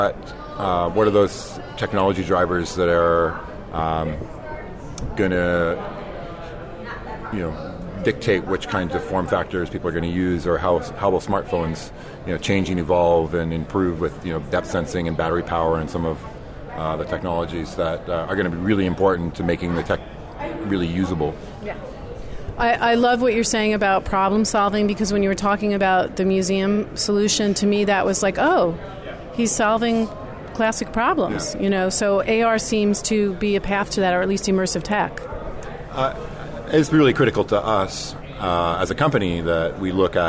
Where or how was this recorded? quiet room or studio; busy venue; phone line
busy venue